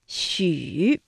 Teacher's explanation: 发音的时候嘴唇要呈圆形向前略凸，用舌尖抵住下齿背，整体发音短促 · Term: 搓口呼的韵母